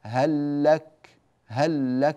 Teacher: فاللام الأولى تدغم في الثانية، وتلاحظون علامة الإدغام الكامل ها هي، وهي تعرية اللام الأولى من السكون وتشديد اللام الثانية.